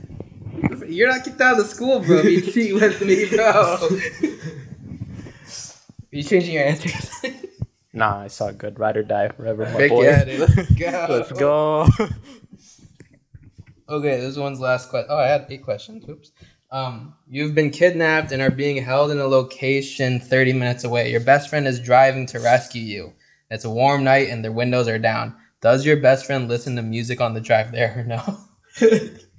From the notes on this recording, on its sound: Apologies for the audio! A lot of movement and microphone sharing was happening.